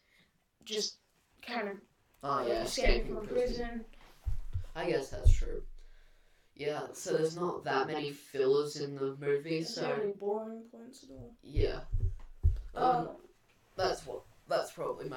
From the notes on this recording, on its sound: Very sorry about the audio on this one.